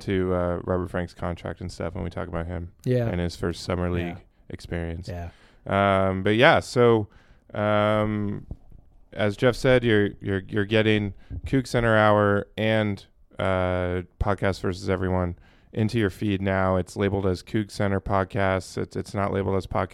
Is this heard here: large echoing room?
no